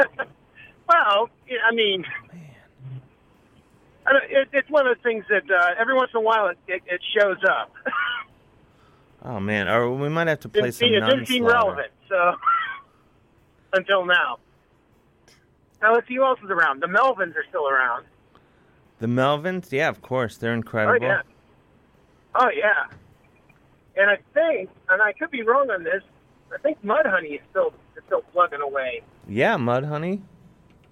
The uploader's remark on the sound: talks on the phone and stuff